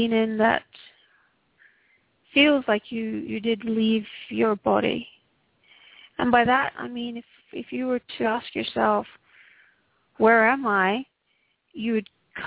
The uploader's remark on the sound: Takes your calls for healing live today!